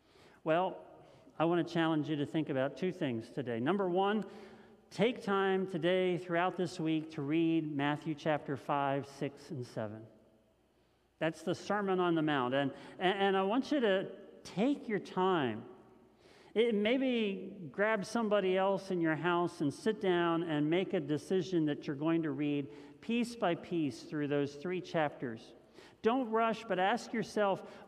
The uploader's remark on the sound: This message was first preached on February 28th 2021 at Linglestown Life Church in Harrisburg PA.